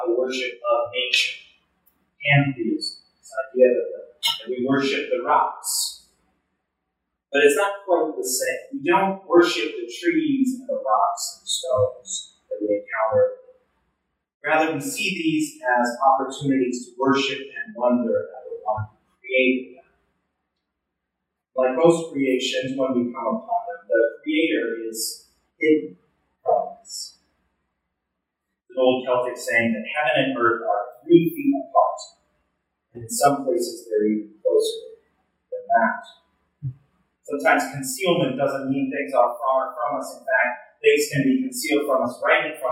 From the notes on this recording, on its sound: Recorded Sunday July 16, 2023 in the Union Congregational Church Chapel.